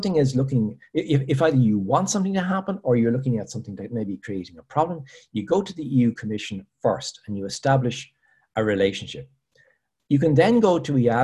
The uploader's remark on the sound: APTN Zoom Call #11.